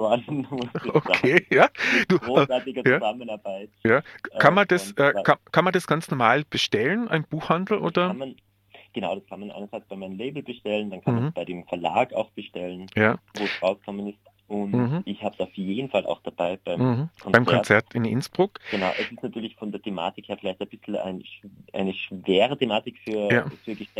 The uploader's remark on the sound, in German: Telefoninterview mit dem Künstler.